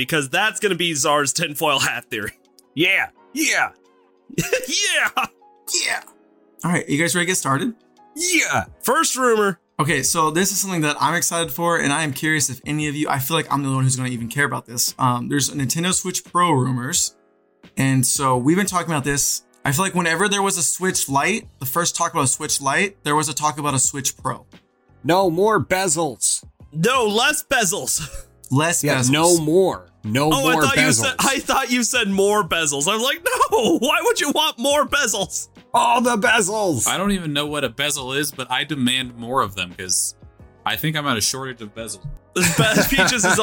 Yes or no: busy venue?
no